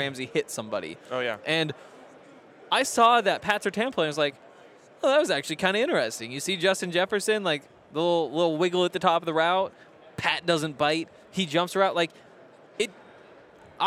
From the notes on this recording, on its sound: Super Bowl LVII Radio Row. Coming to you LIVE from Radio Row at the Super Bowl.